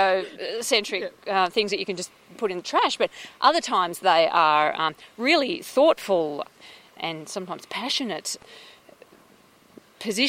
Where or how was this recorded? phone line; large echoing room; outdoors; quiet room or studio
outdoors